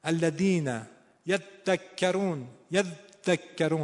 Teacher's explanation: فشار به دال طوری که دالو ببنده، صداشو ببنده